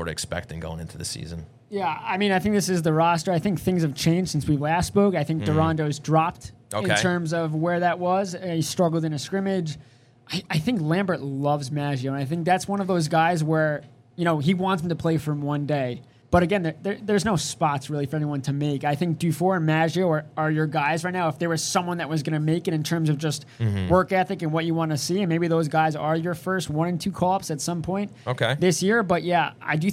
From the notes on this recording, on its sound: took the show on the road to Blue Line Deli & Bagels in Huntington